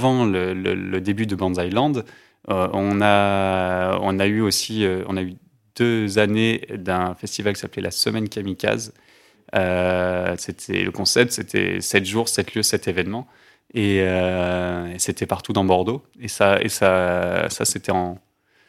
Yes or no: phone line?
no